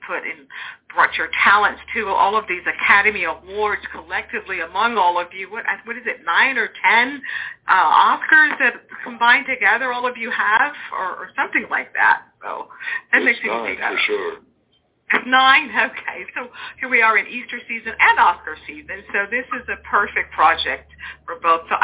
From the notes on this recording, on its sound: Phoned in directly from Rome earlier this week.